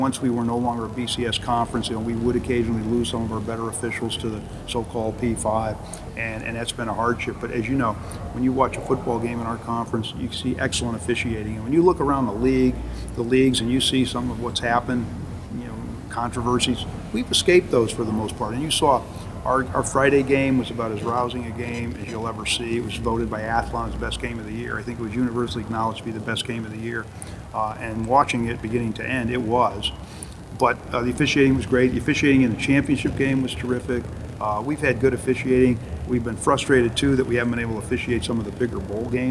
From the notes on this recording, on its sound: In Mohegan Sun Arena at the American Athletic Conference Championships. Just ahead of the Championship Game.